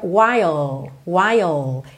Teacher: Esse L dura um pouquinho mais.